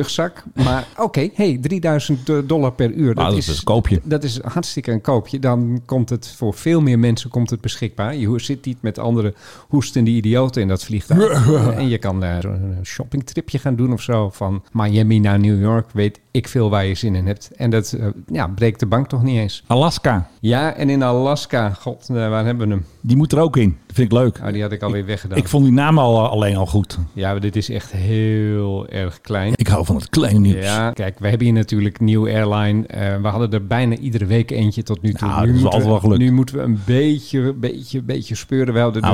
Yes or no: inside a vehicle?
no